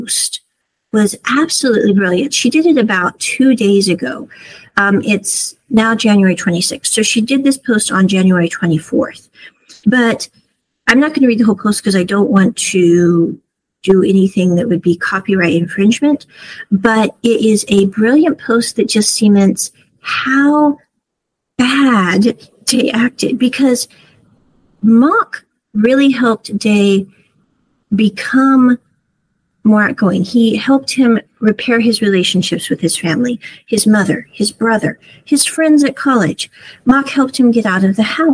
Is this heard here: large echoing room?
no